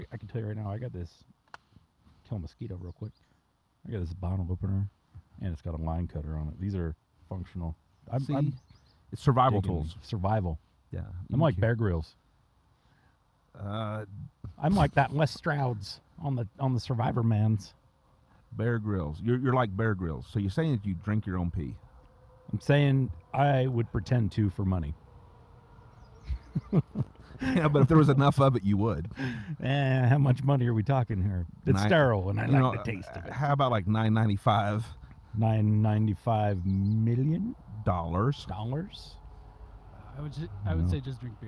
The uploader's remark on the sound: Outside a van down by the Weber River